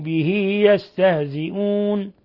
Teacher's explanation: أشبعنا كسرة الهاء، وصار عندنا ياء تلفظ ولا ترسم، ياء ملفوظة غير مرسومة